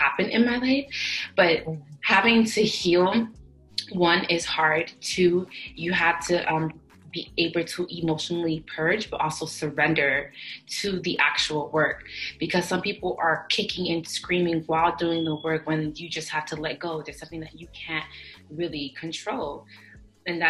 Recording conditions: video call